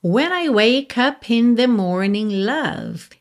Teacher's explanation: Então, o Ed wake é mudo, tá pintadinho de cinza. Você já vai do K pro up e do P do up já liga no in.